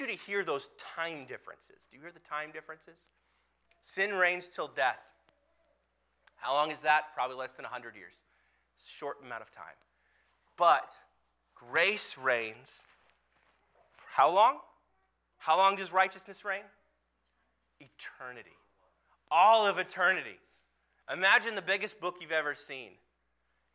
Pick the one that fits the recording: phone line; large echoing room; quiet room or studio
large echoing room